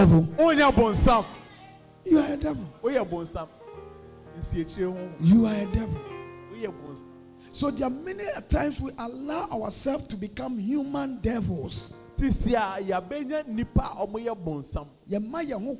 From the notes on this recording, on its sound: preached at the loyalty house international Adjei-Kojo